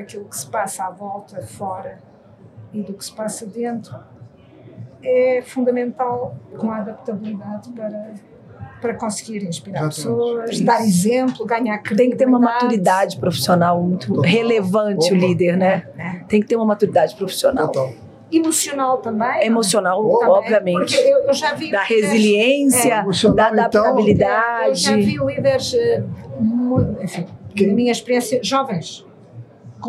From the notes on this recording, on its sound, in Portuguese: Este episódio foi gravado durante o XV CBESP, principal congresso da educação superior brasileira.